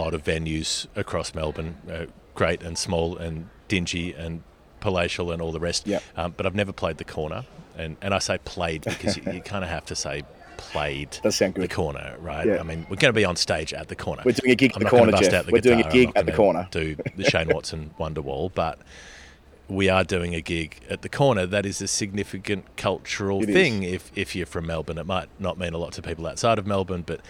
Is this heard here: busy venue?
yes